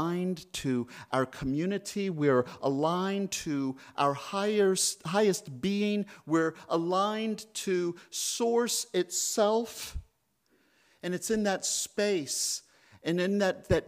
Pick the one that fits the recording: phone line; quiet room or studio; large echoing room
large echoing room